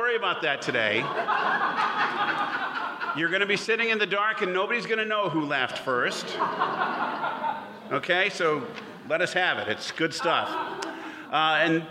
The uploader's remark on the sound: Performed live on stage at the Harbor Playhouse in August 2018!